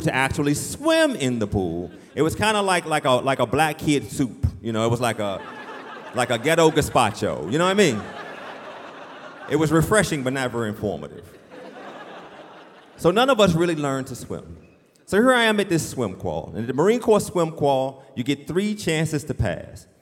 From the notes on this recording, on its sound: live from the Union Chapel in London